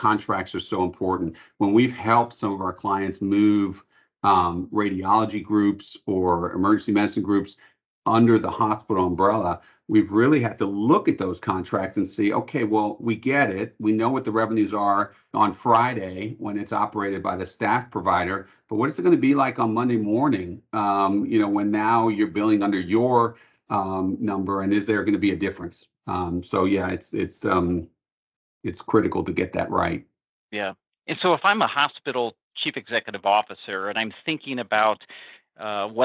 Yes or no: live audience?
no